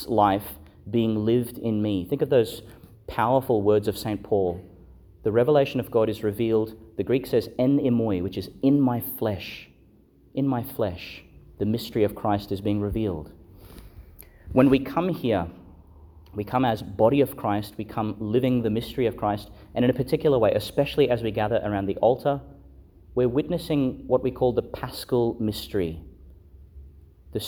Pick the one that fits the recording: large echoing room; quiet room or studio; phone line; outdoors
large echoing room